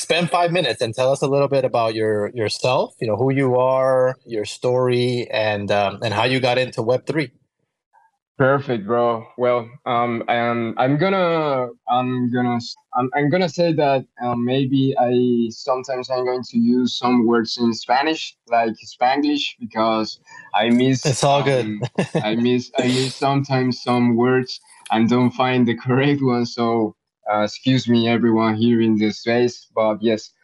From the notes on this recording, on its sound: This episode of the Web 3 Artist Spotlight was broadcast live via a Twitter Space on Friday, April 7th, 2023.